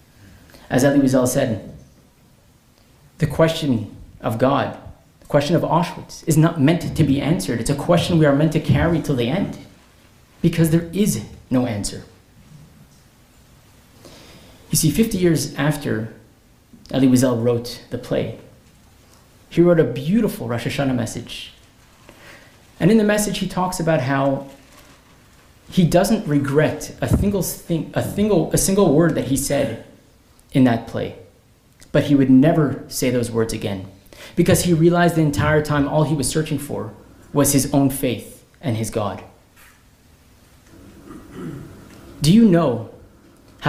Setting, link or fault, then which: setting, large echoing room